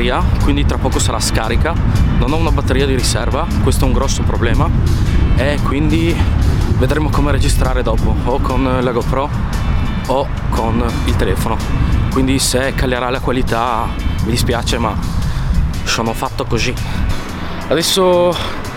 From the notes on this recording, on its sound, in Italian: Un podcast in cammino. Un podcast registrato in esterna con i rumori della città, non è il massimo ma, voglio sperimentare questo nuovo format cercando di farvi perceperire tutti i suoni che arrivano dall'ambiente.